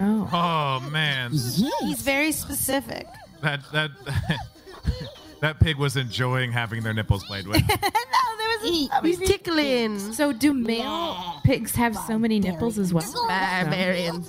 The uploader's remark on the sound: This is an extremely poorly recorded live episode in a shipping container at JFL.